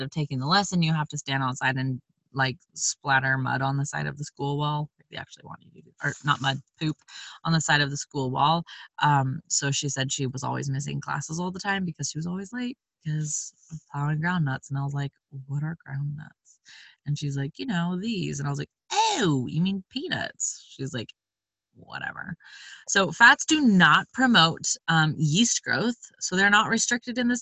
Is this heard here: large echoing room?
no